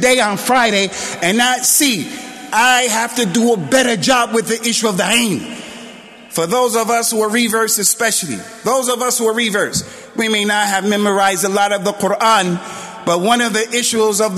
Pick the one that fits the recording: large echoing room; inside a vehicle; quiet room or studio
large echoing room